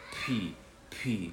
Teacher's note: مش هيعمل لك اهتزاز في الحبال الصوتية، والصوت هيطلع من الشفايف مع في هوا بيطلع. بي بي لو حطيتها كده هتلاقي في هوا جديد طالع بي، وخد بالك ان ده هيدي معنى وده هيدي معنى.